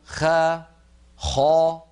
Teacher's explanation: صوت الخاء قد اصطدم بقبة الحنك وعاد وله رنين يملأ الفم، هذا الرنين الذي يملأ الفم سماه علماؤنا التفخيم، لذلك قالوا التفخيم مستحق الاستعلاء، يعني يترتب على الاستعلاء أن يكون الحرف مفخما، هذا مثال لمستحق الحرف.